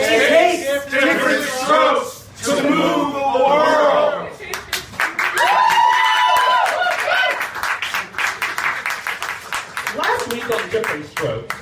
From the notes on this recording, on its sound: the recording quality is not as great as the others